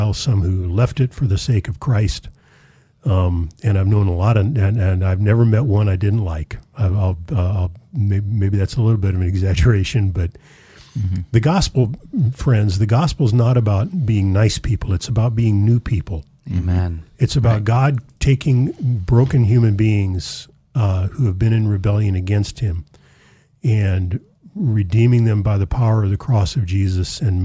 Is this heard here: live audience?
no